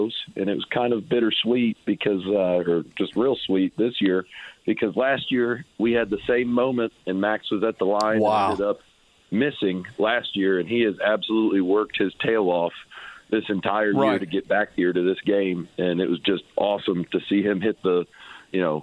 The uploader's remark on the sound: Ball State Radio Network called